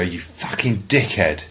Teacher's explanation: And you don't really pronounce the H.